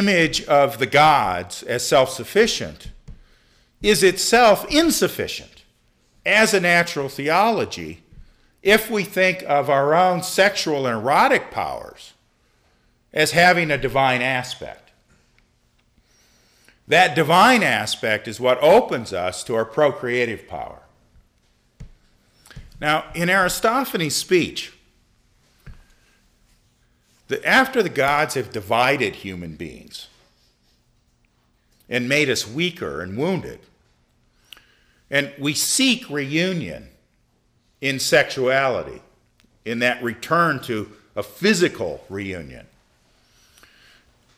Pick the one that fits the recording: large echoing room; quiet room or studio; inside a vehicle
large echoing room